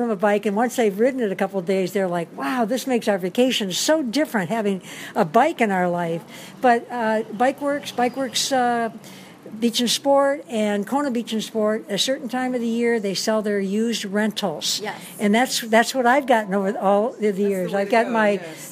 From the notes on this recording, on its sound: Kona Beach & Sports, Kailua Village Big Island of Hawaii. Walk and talk while in the store. In the Kona Inn Shopping Village (on Ali Drive oceanside in Kailua Village).